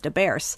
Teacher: one of the Chicagoisms that I'm aware of is that final S on a word being an S instead of a Z